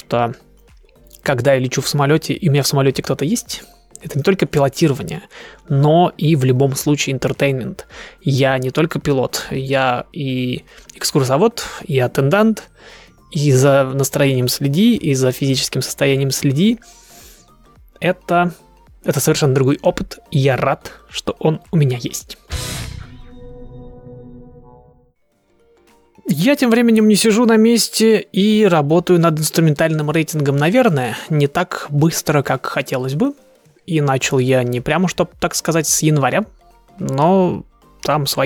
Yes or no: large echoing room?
no